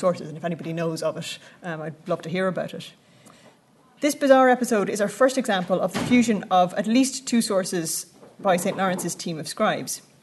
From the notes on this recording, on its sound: at the 2022 Tudor and Stuart Ireland Conference